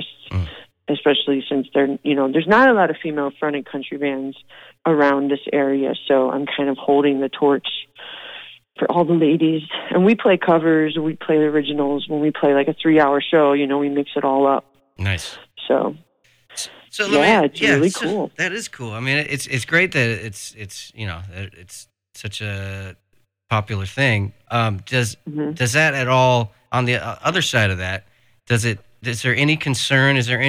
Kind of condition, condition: link, phone line